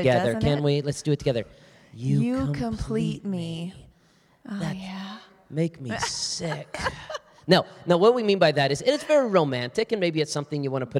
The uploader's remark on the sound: Live Q&A from the audience. From the Hillside Gathering.